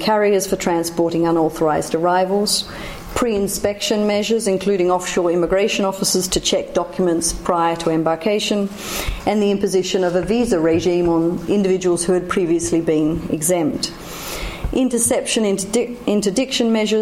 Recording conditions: large echoing room